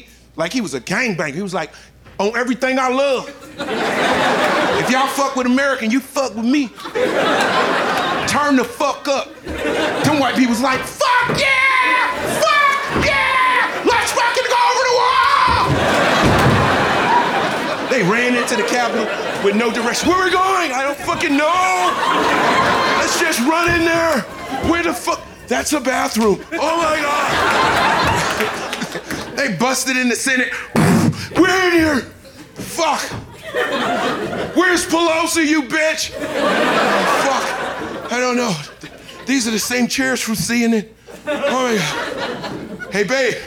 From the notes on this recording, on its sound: Live from Tribeca. An incredible hour of standup comedy.